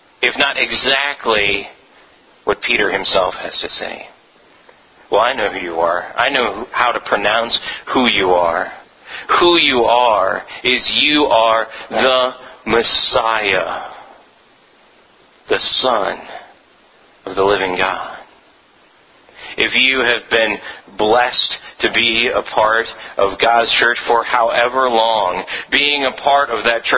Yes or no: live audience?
no